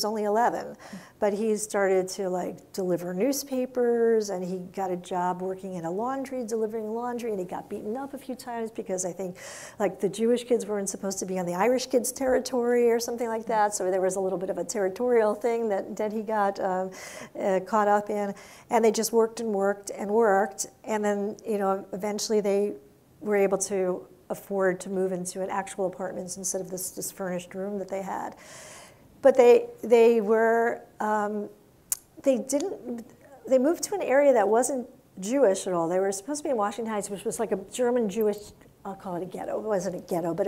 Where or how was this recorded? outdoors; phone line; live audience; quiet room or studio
live audience